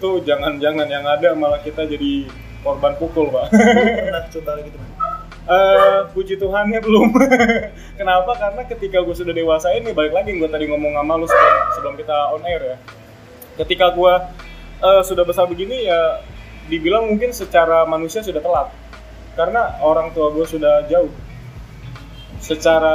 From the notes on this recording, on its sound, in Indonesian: Noise yang agak menggangu mohon maaf ya.